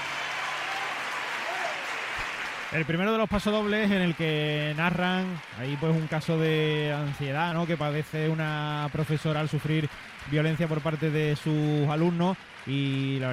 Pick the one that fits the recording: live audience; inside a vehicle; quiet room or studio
live audience